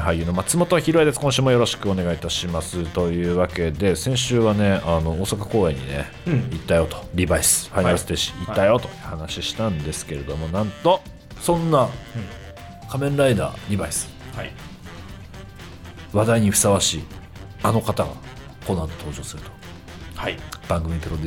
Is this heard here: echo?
no